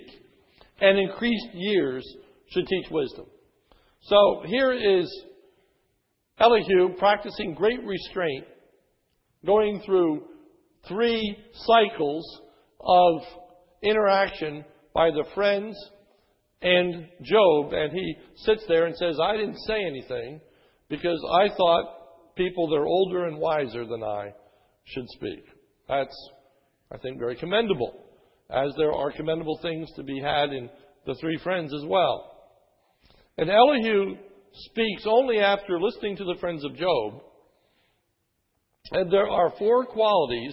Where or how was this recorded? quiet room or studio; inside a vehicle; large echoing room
large echoing room